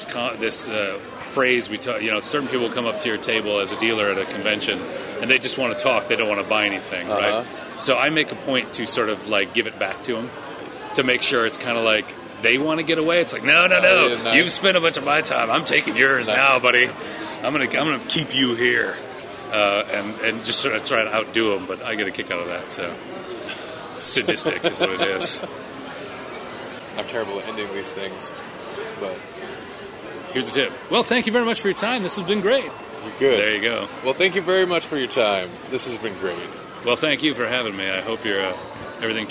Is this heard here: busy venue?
yes